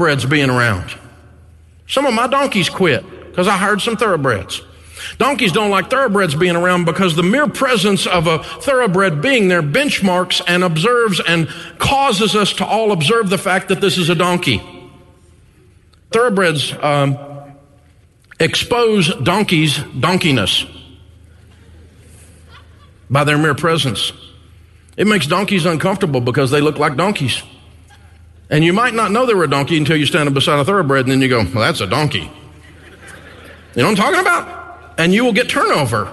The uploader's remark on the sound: Live From EntreLeadership 1-Day. Over 1,000 small-business owners and leaders from around the country joined us in Grand Rapids, Michigan.